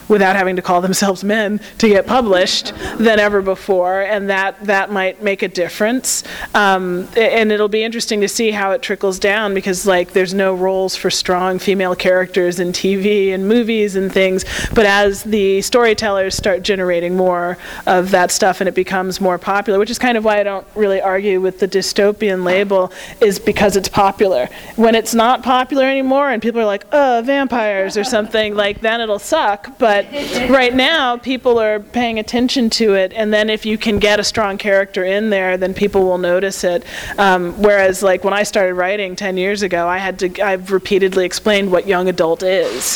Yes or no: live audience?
yes